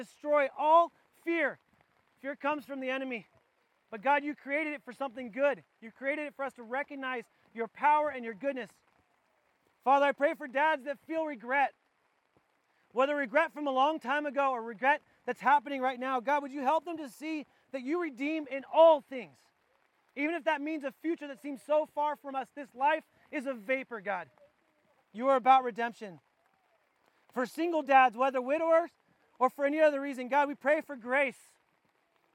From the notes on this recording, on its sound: This was recorded outdoors at our church wide campout. We apoligize for the audio quality.